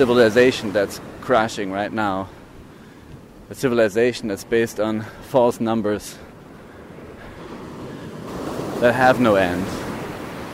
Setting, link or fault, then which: setting, outdoors